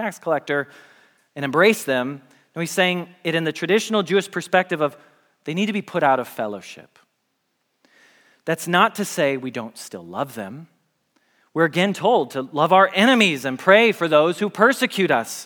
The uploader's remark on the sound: Message Preached at Valley Creek Church